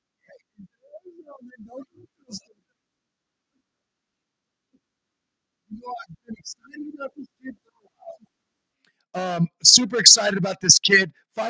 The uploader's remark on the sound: LIVE Reactions at the NFL Draft. Live from the NFL Draft.